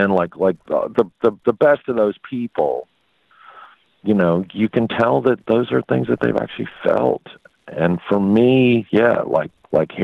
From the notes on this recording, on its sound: I interviewed him via phone from his home.